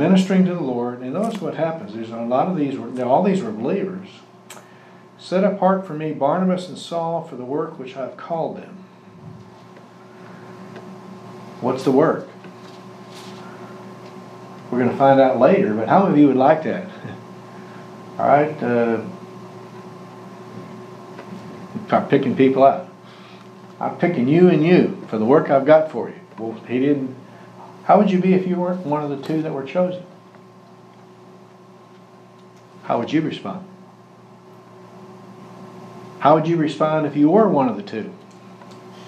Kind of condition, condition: setting, large echoing room